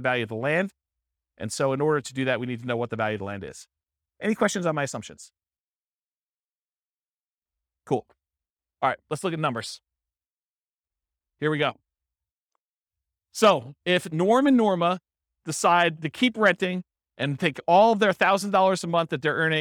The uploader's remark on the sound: This was a live class recorded